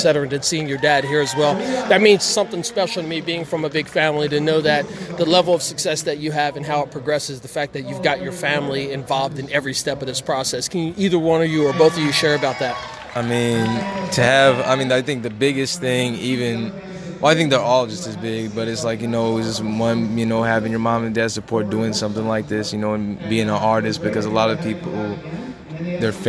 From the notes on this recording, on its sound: On location. During Musickfest 2018 in Bethlehem PA.